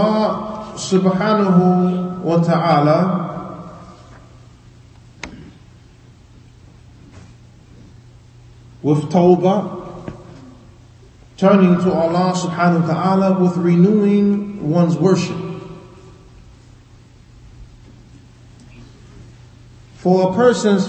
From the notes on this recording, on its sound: Lecture given at Masjid Nur Allah, Queens, NY